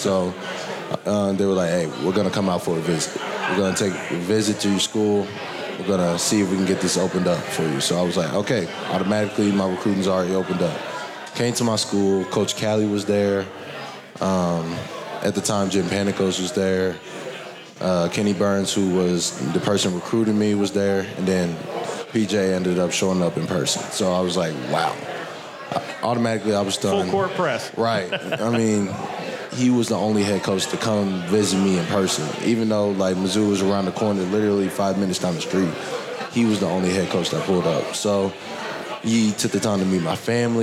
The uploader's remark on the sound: Live from HeadFlyer Brewery!